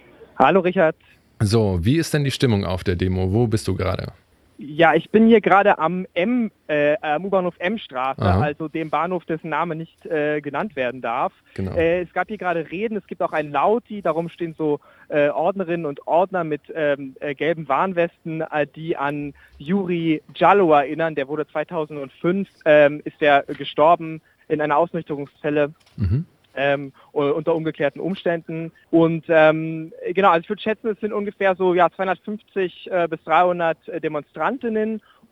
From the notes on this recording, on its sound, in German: Live vor Ort beim Black Lives Matter Protestmarsch 2018 in Berlin. Am Rand der Veranstaltung.